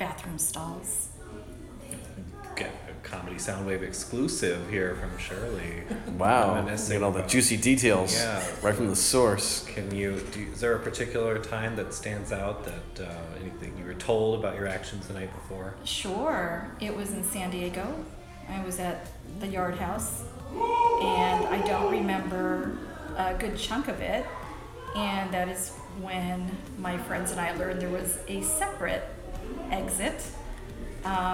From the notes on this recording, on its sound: At Pianofight SF CA USA by Comedy Sound Wave.